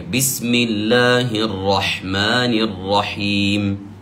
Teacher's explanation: بعض الناس ممكن أثناء قراءة كلمة الرحمن يأتي بتفخيم بسم الله الرحمن الرحيم، هذا خطأ. المدود كلها مرققة في هذه المدود الطبيعية